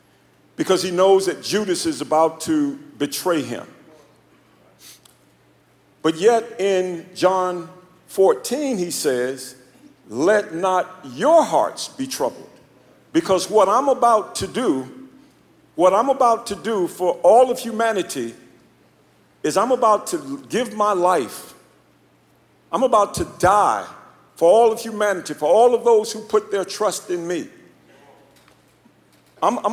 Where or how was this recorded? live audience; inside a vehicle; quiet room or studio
live audience